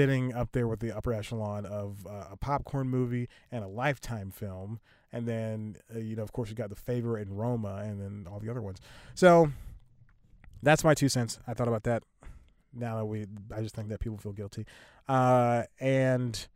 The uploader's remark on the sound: recording in the car